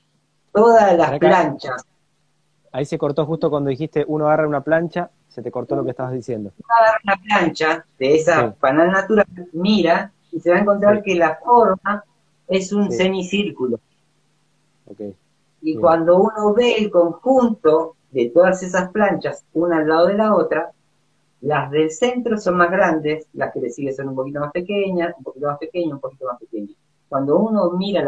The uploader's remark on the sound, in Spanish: Audio de la charla en vivo por Instagram